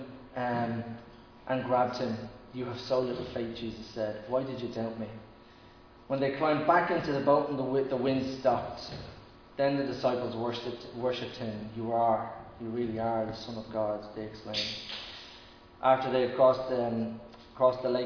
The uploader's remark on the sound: Recorded live in Liberty Church on 8 August 2021.